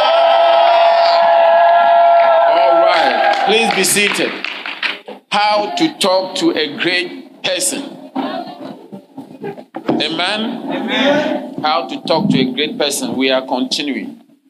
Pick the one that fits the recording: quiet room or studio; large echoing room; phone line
large echoing room